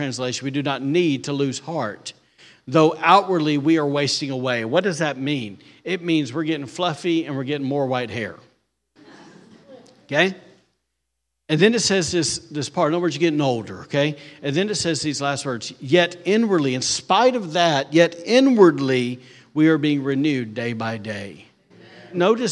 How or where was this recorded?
large echoing room